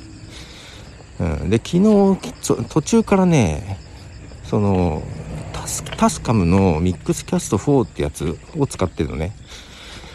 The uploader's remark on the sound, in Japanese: 日本ポッドキャスト協会のイベント中ですが、朝の散歩をしながら収録してきました。